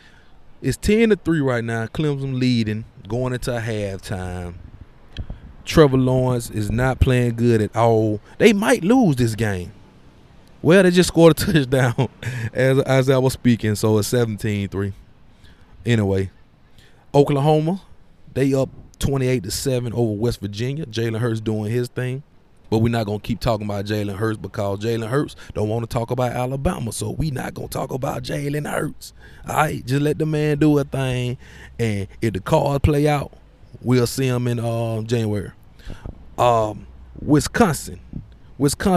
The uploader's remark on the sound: The fourth edition of the Roadshow Podcast live from the campus of the University of Alabama! Pregame show for the Alabama vs Tennessee game.